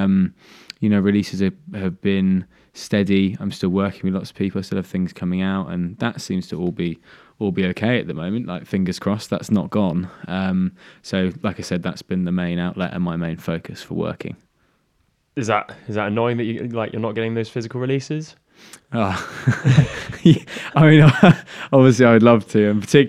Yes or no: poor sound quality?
no